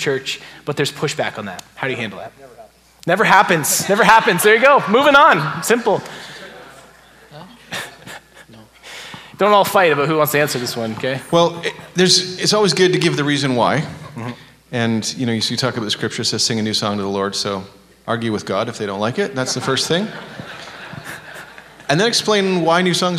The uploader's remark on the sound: take questions at the Behold Him Worship Conference that was held on October 21st, 2023